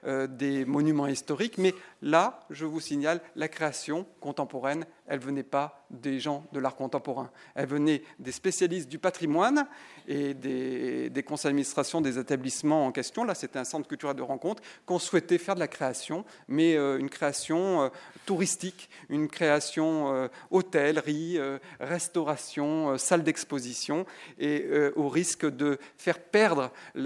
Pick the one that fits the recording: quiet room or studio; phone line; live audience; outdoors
live audience